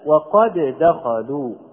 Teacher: أما إذا لم أطبق القاعدة على صورتها الصحيحة فيكون القول هكذا، وقد دخلوا. فألاحظ أن اللسان ارتفع ارتفاعتين، لم يرتفع ارتفاعة واحدة مرة واحدة، ولكن ارتفع مرتين